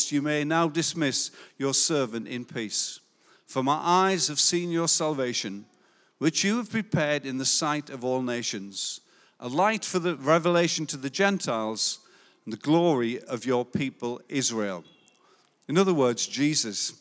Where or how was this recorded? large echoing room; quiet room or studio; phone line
large echoing room